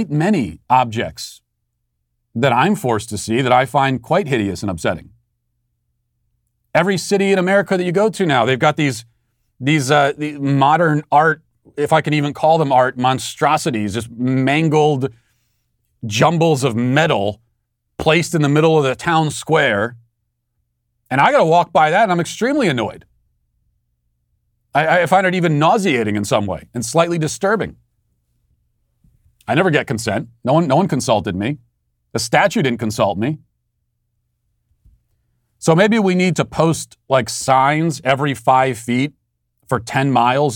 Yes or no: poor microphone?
no